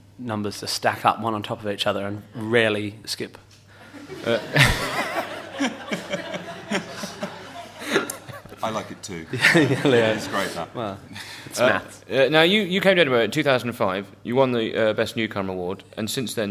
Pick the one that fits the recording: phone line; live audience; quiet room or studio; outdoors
live audience